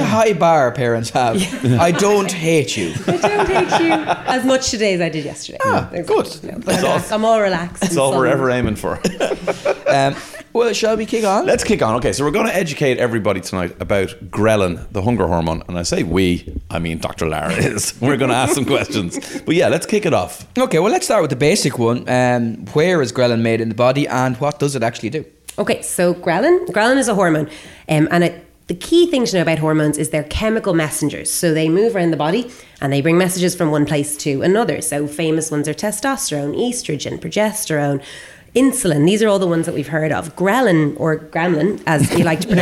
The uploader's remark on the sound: LIVE EPISODE. Listeners in the Viking Theatre, Dublin. The lads have done their first live podcast.